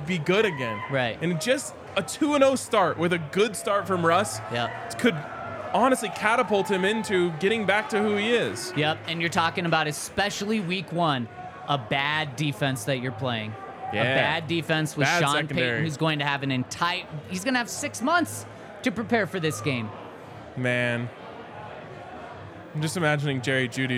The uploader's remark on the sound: LIVE from the DNVR Bar.